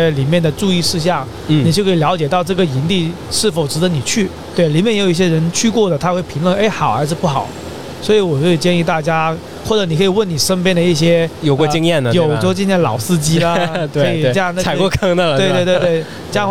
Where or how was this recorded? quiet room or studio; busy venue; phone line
busy venue